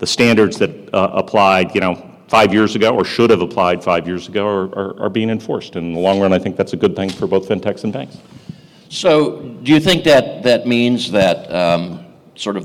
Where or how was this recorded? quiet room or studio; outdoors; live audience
live audience